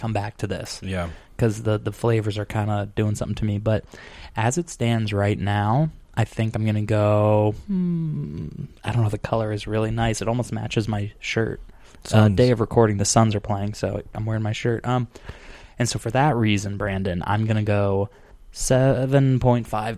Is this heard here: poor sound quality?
no